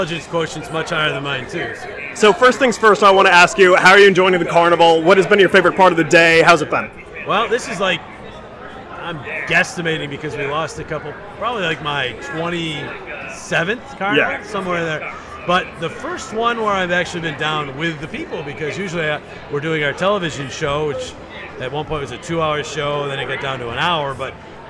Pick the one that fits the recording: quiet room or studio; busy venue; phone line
busy venue